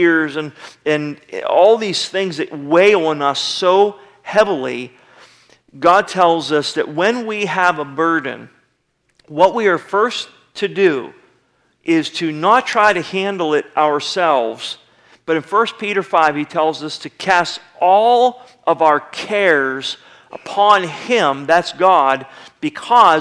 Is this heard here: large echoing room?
yes